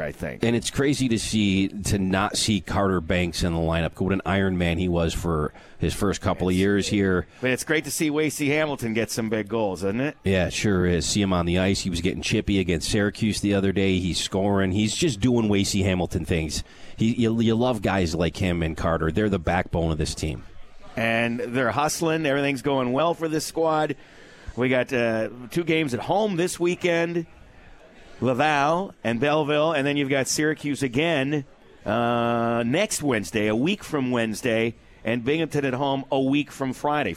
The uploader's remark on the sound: Live from Swifty's